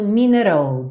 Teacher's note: Então o minute vira rrrr para juntar no old